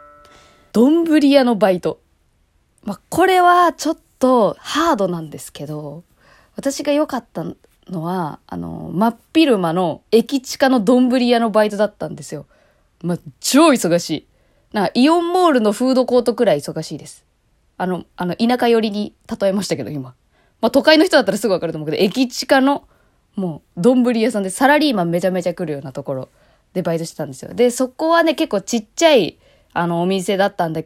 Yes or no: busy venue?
no